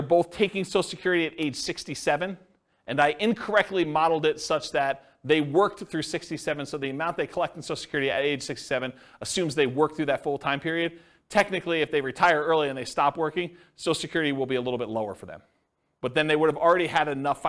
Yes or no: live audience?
yes